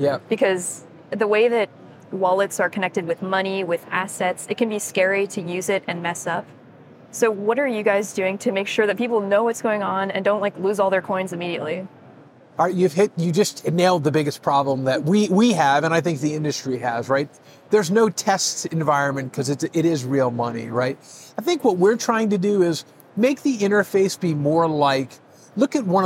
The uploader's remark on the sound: Live from Consensus 2023